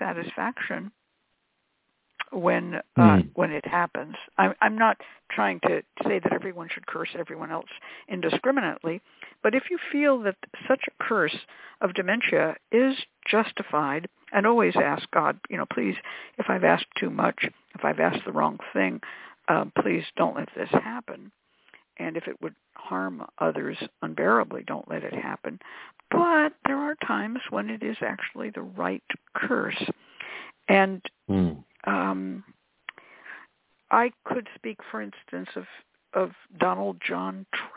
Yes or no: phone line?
yes